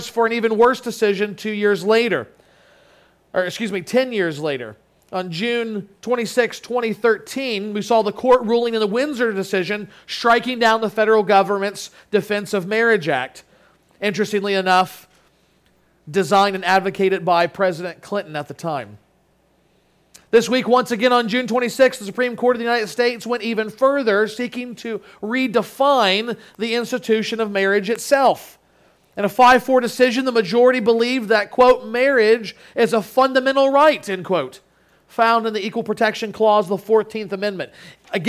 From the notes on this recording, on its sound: Sermon Audio from Crossway Christian Church